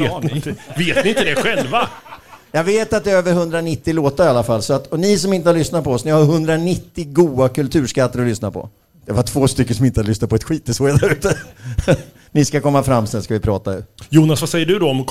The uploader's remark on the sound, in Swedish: Live inför publik i Kisa. Inför ett fullsatt torg spelade vi in detta avsnitt inför publik som klätt upp sig i turnétröjor, släpandes på gamla affischer och inte minst med mängder av minnen.